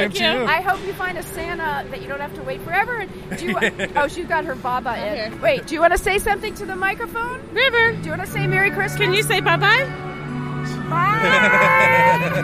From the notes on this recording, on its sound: talks to shoppers outside of Macy's and takes a tour of the gag gift section at Urban Outfitters